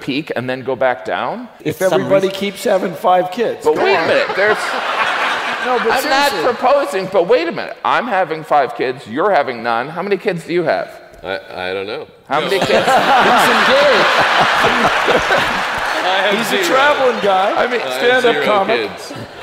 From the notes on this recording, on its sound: Recorded live at the Beacon Theatre in NYC.